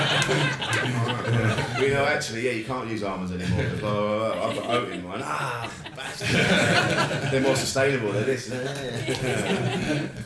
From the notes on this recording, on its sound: LIVE SHOW from Edinburgh. Recorded live at the 2019 Edinburgh Fringe.